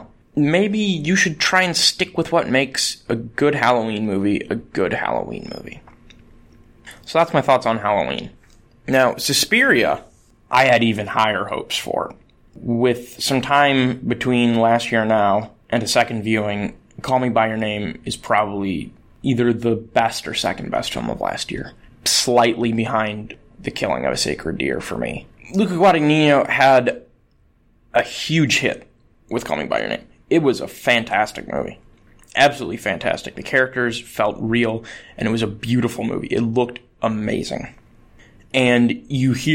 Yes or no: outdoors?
no